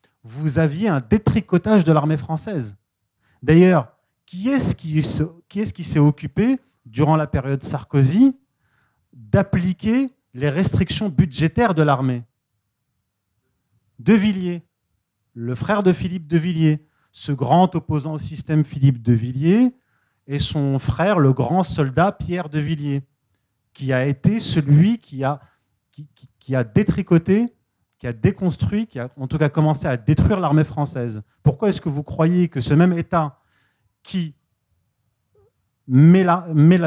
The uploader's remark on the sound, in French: donnée en août 2021 au second Festival de la réconciliation